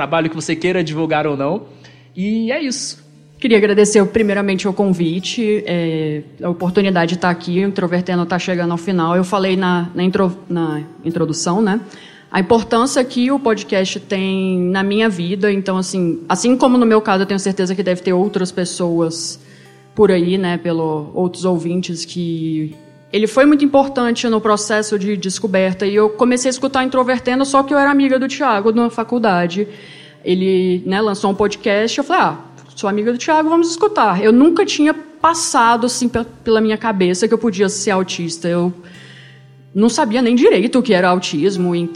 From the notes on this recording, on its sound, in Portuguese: Gravado ao vivo no Encontro de Autistas Adultos de Goiânia, evento de despedida do Introvertendo.